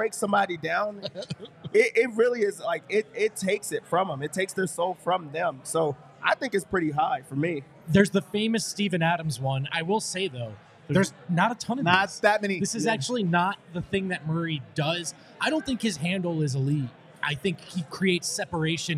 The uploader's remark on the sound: Live from the DNVR Bar. Audience Q&A.